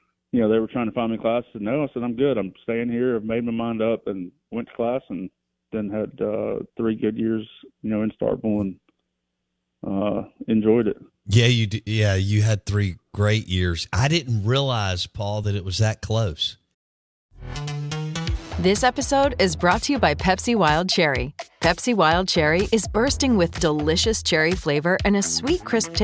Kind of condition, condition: link, phone line